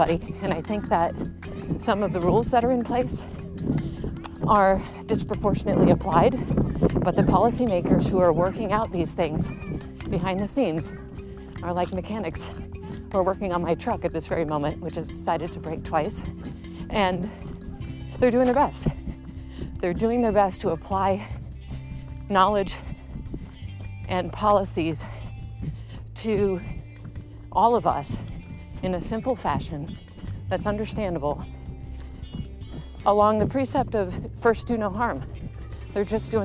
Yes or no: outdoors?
yes